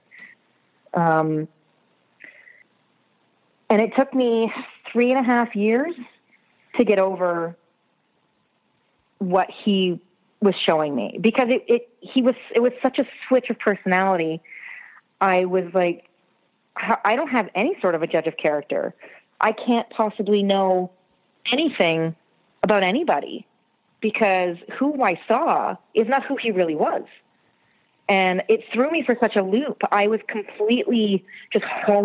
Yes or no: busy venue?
no